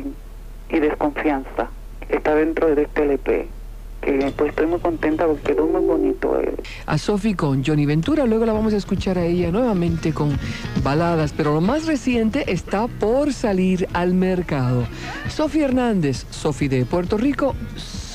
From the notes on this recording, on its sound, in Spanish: RADIO MIAMI 90s LLAMADAS DEL PUBLICO. CONTESTA LLAMADAS DEL PUBLICO.